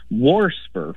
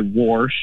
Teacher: I hear a lot of old folks say WARSH and things like water, and so I hear that extra R get added occasionally. · Term: R insertion